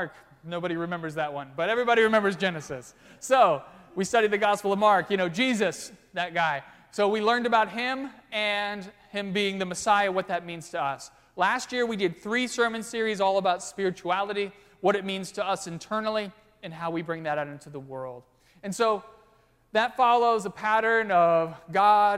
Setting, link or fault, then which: setting, large echoing room